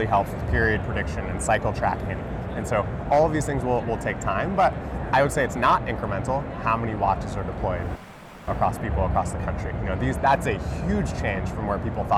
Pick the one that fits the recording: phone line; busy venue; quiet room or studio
busy venue